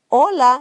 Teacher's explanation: even though I say H, you don't pronounce it. Has no sound. So when you say hola, you don't say hola.